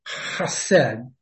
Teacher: Now it's pronounced chesed. Its first sound is a guttural sound, kind of like you're clearing your throat.